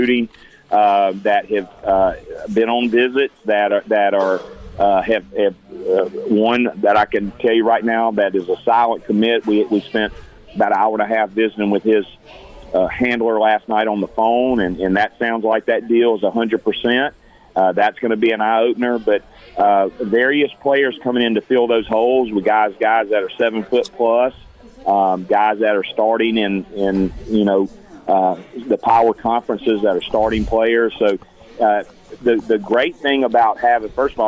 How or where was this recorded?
busy venue